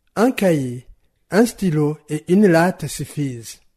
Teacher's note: un cahier, ça constitue un groupe. Un stylo et une latte, ça constitue un deuxième groupe. Et suffisent constitue un autre groupe rythmique.